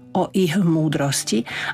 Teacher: O ich múdrosti, ak chceme dodržať tento pravidlo spodobovania, tak to ch sa zmení na h.